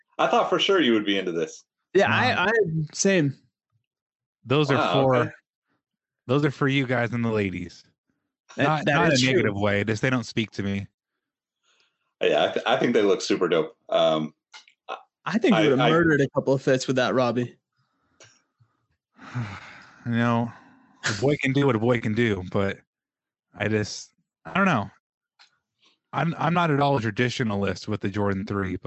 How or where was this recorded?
video call